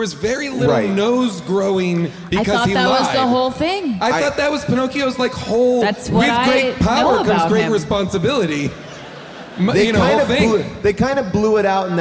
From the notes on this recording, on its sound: Live from The Chicago Theater